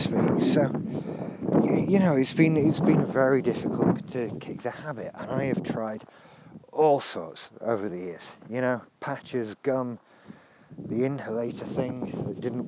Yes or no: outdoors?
yes